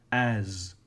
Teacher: the first word, as, A-S, has vibration on the S. The sound of the S is the symbol Z or Z in phonetics.